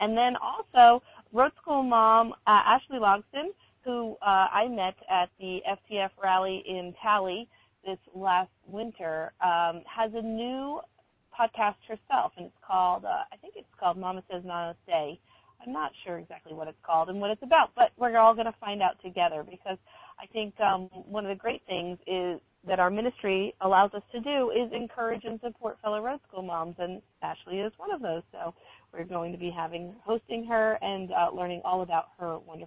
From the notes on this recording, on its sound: Comes to you live from the the State of Washington as well as somewhere in middle Tennessee. Calls in from on the road in Tennessee. Stopped to call in but still have miles left to travel on their way to the Midwest.